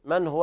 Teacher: إظهار حلقي لوقوع الهاء بعد النون الساكنة